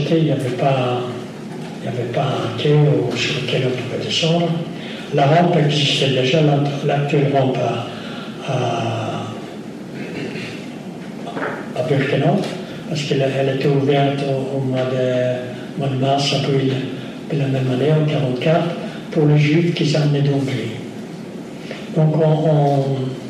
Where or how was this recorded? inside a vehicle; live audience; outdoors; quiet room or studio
live audience